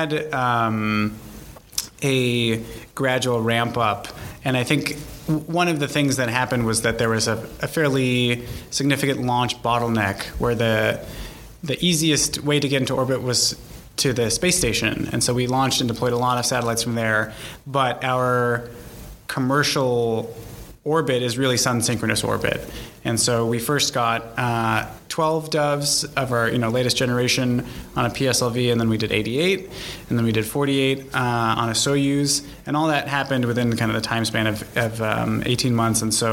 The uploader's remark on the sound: This podcast was recorded at the Canadian SmallSat Symposium which was held last week in Toronto